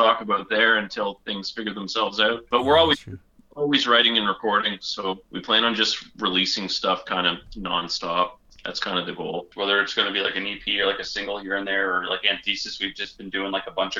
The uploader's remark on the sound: We are joined (Via Phone). All the way from their isolation in Frig Dancer Fortress. Since this was recorded over phone there is the occasional sound glitch.